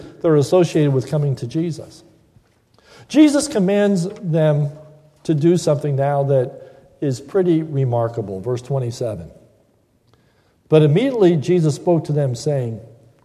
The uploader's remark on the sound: This is a sermon recorded at the Lebanon Bible Fellowship Church in Lebanon, PA on 5/24/2015 during the morning worship service